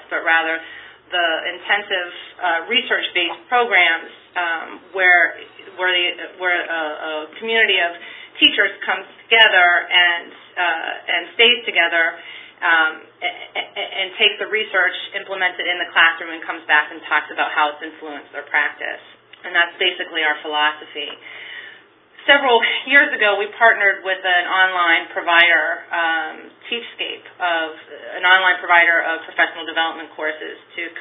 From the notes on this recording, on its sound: A conference call